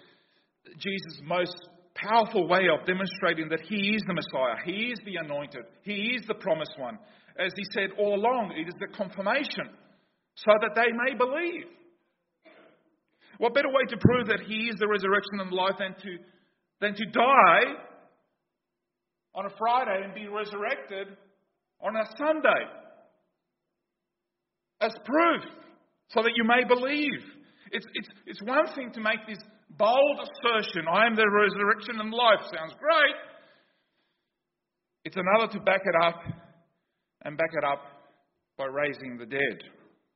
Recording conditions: large echoing room